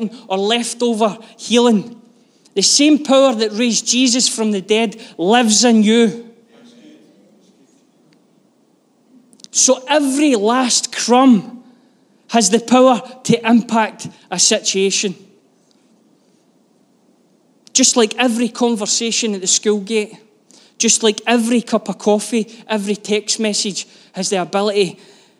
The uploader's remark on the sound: Live from our Sunday gathering on 05/03/23